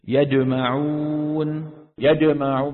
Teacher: خلط صوتها بالدال، بده يجيبها شديدة لكن عم يستعمل طرف اللسان مع وسط اللسان